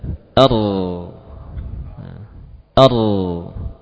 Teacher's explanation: Sekali saja bergetar, selebihnya tidak ada getaran. · Term: huruf ro yang benar